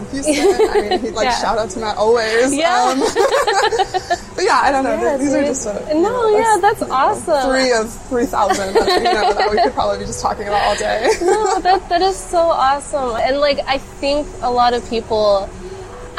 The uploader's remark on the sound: Episode recorded at Doshi House, Houston